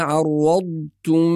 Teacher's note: بعض الناس يدغم الضاد في التاء وينطق الكلمة شبيهة بالطاء